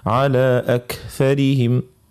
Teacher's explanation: الكاف عندها صفة اسمها الهمس، يخرج معها شوية هواء